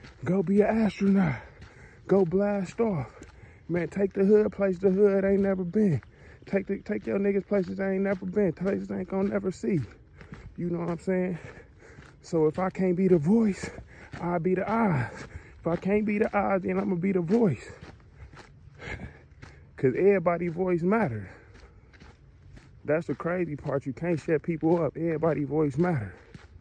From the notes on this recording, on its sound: Then I go on scene in the mountains and get lost, On location at the beginning construction of the Super Bowl, getting exclusive interviews from the builders.